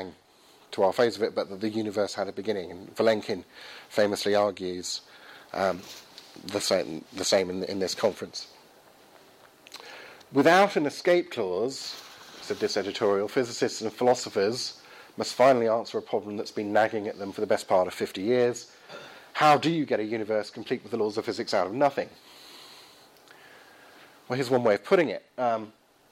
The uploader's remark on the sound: Lecture followed by Q&A hosted by the University of Reading Philosophy Society and the University of Reading Theology Society, 2nd March 2016.